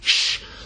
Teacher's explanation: you've got to change every s sound, every s sound has to become sh instead. So it's not s, it's sh. · Term: Sean Connery accent